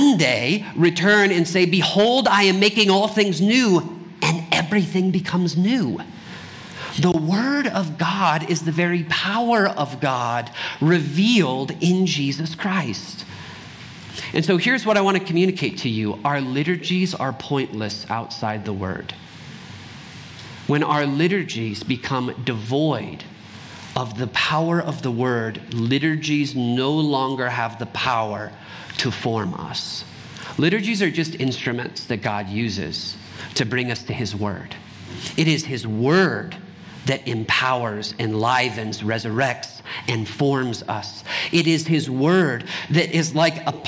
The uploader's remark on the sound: Trinity Anglican Church Littleton, CO.